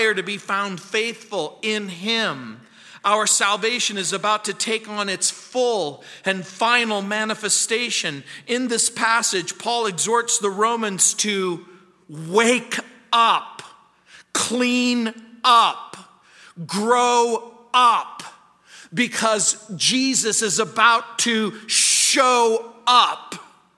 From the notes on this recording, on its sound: at Calvary South Denver in Littleton CO